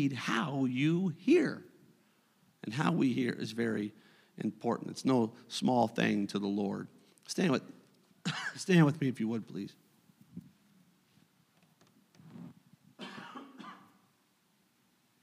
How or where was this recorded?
large echoing room